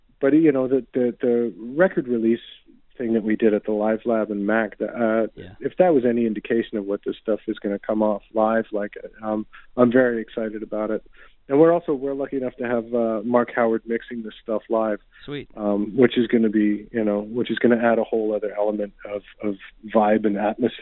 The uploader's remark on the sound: called